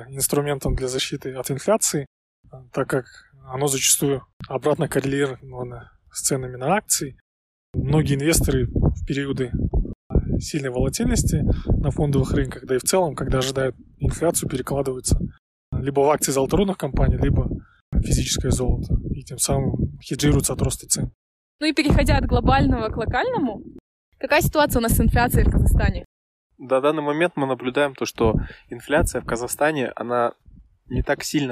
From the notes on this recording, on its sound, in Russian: Горный ветер немного подпортил качество звука, но надеюсь, вы нас услышите